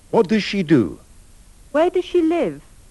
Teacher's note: Dovete prestare una particolare attenzione alla pronuncia della terza persona femminile, dove sparisce la S di does.